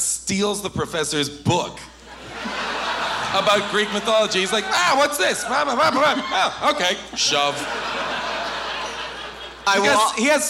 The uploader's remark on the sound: Recorded LIVE from Irving Plaza in New York